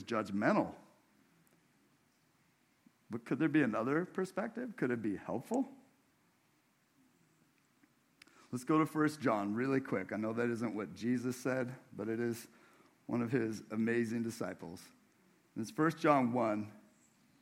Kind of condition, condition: setting, large echoing room